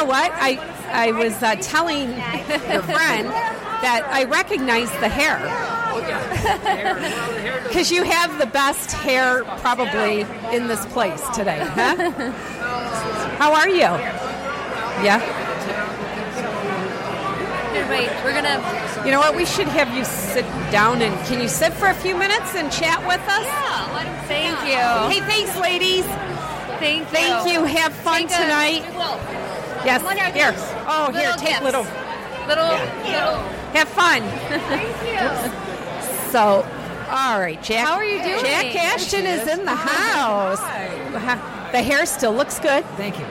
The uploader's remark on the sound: The Nooner Show Live from the Detroit Music Awards, Part 1.